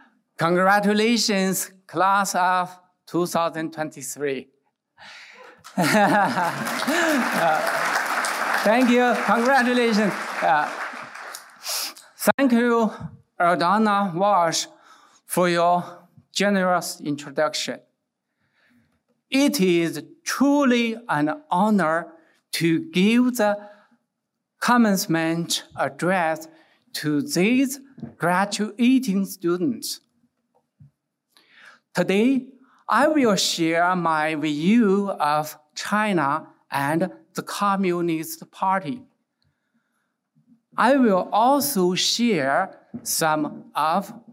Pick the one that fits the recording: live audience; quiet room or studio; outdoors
live audience